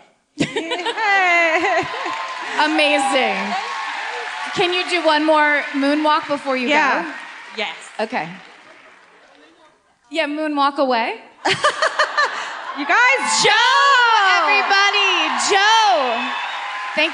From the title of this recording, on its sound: Live at the Enmore Theatre